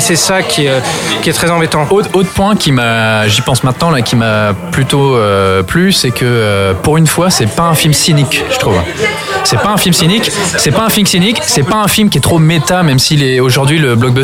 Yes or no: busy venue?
yes